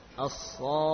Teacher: masuk ke kha dengan menaikkan nada